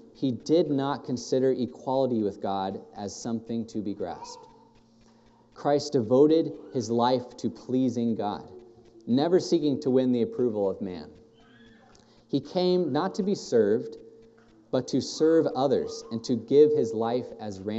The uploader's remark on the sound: thank you for this morning that we can all gather within this building and be able to hear your word preached